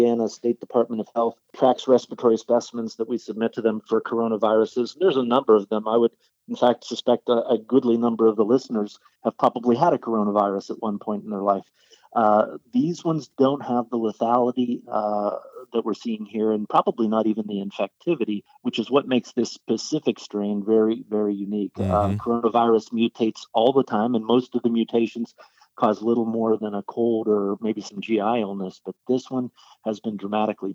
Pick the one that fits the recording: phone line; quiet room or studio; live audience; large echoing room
phone line